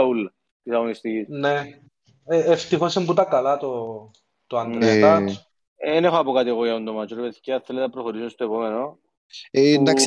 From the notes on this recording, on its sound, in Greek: Live συζήτηση στο discord του FPL Cyprus.